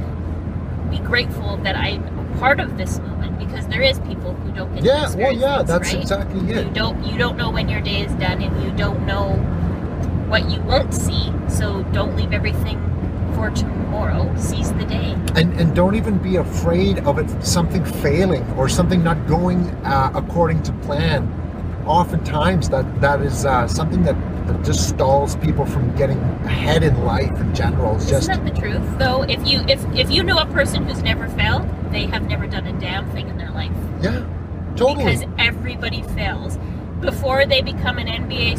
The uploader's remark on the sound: The Driving Episode